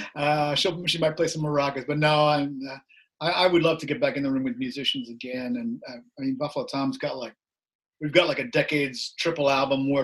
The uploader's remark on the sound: We got to zoom it up.